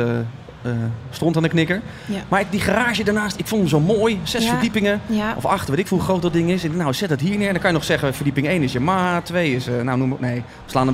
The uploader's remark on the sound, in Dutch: Onze stand en studio op MOTORbeurs Utrecht. Deze MOTORbeurs special is opgenomen tijdens MOTORbeurs Utrecht 2024.